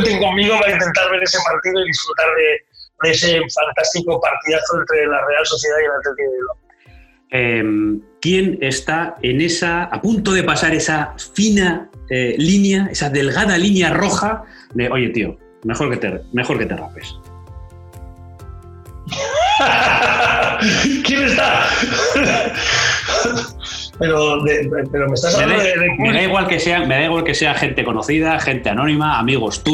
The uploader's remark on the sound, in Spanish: Y lo cuenta desde su cocina, porque este Podcast está grabado en pleno confinamiento por el Covid-19. Y por eso la calidad del sonido no es la más adecuada para un Podcast, pero así es como había que seguir dando pasos adelante.